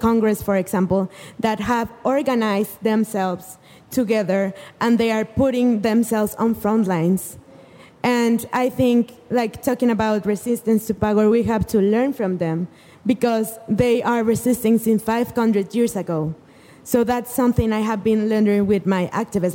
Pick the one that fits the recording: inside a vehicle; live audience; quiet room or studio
live audience